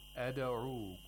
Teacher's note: The dal should be pronounced with qalqala, meaning when you pronounce the dal, you should make sure that the articulators retract. They don't stay there.